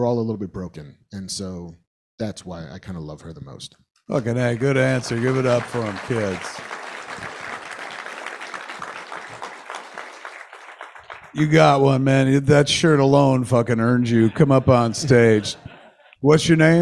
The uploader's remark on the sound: LIVE from SModcastle Cinemas! LIVE from SModcastle Cinemas in Atlantic Highlands, NJ. Maybe some audience Q&A.